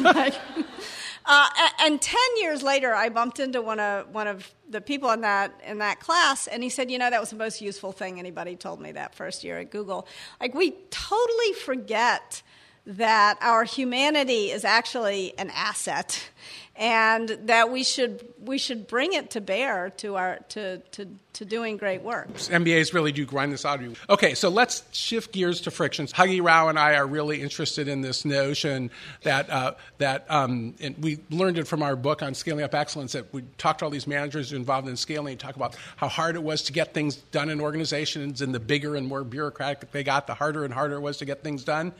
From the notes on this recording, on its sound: Before a live audience in San Francisco.